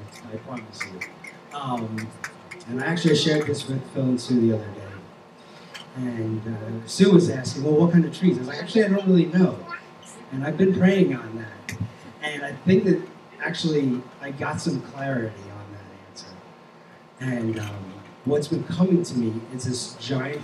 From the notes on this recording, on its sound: Recorded on June 25, 2023 at Crossing Life Church in Carmel, ME.